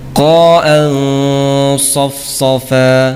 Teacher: Tanwin bertemu dengan sad, maka bunyi nun sukun disamarkan, ya. · Term: ikhfa tebal